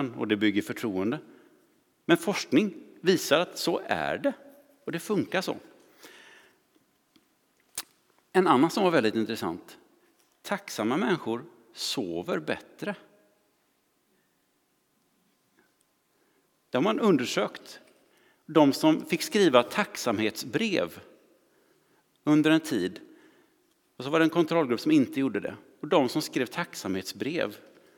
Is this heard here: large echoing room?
yes